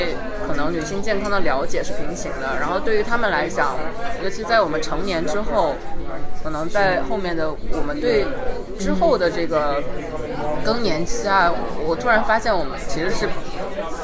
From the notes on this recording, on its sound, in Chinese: 在法国作家波伏娃最爱的花神咖啡馆一起聊聊。由于我们见面录音的地方是一家咖啡馆，希望周围的声音可以把大家带到巴黎带到我们身边。